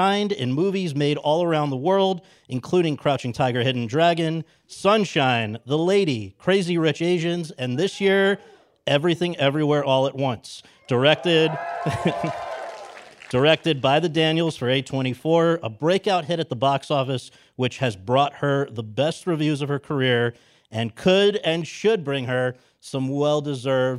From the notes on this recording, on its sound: In front of an audience at Chapman University